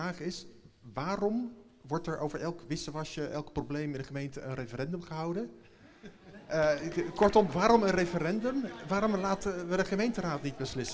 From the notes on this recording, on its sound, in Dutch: Integrale opname van de gespreksavond over het aanstaande referendum over het parkeerbeleid in Amersfoort die Nieuwsplein33 hield op 8 november in het Eemhuis.